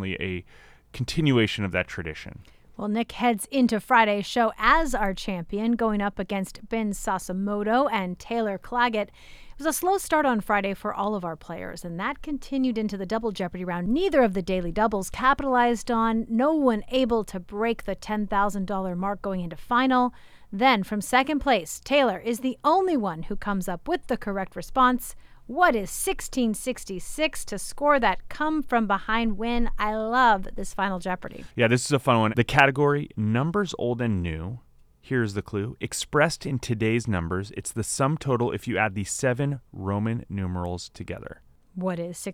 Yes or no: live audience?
no